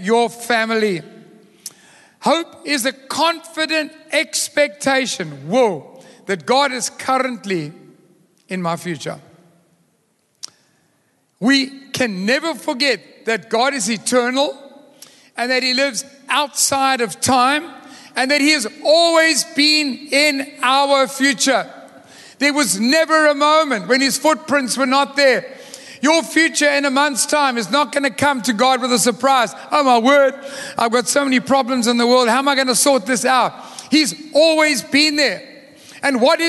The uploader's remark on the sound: Recorded live on Sunday the 19th March 2023